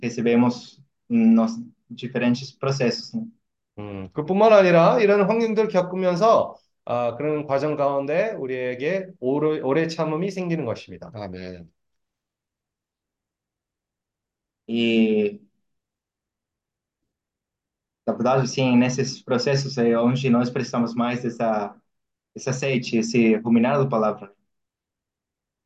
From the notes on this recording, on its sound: zoom meeting